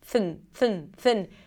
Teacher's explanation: you want to bring the tongue out for the TH and then pull it in really quickly for the N.